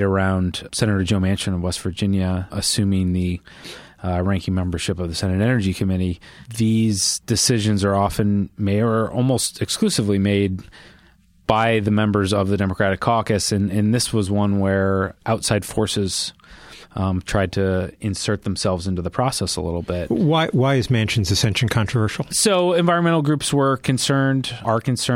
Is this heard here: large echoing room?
no